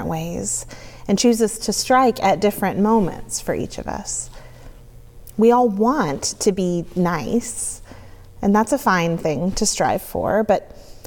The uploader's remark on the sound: on the Sixth Sunday of Easter at Northminster Church